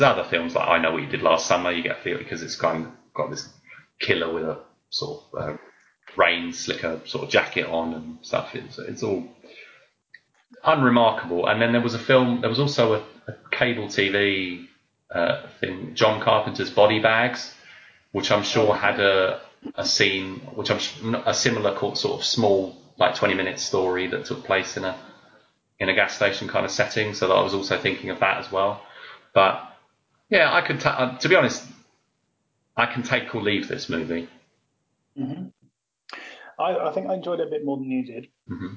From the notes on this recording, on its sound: Apologies for the audio quality this episode - this is the LAST time we are using skype to record.